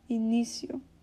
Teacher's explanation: this word início, it has a stress in the middle of the word, because, you know, you're supposed to put the most emphasis on the middle syllable, início.